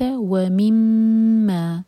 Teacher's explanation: میم پر غنہ، دو seconds کے لیے ہولڈ کریں گے اور پھر دو حرکہ لمبا، وَمِمَّا رَزَقْنَاهُمْ، را ہیوی ہے اور زا لائٹ، تو را